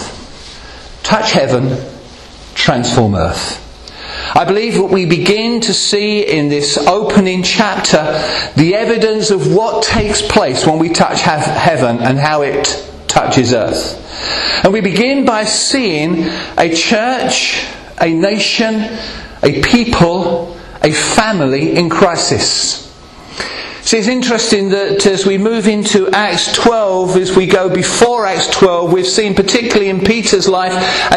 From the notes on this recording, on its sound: Recorded at Rayleigh Elim Pentecostal Church.